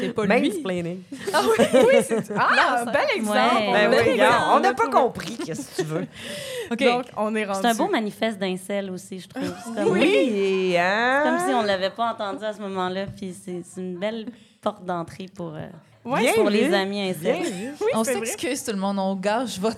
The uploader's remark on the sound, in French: Enregistré devant public à l'Idéal à Montréal mercredi le 1 novembre 2023.